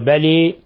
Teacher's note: شعبة يميل بلى يقرأها بلي من طريق طيبة النشر · Term: الإمالة